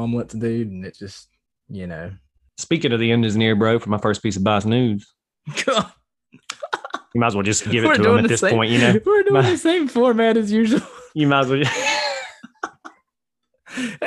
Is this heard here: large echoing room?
no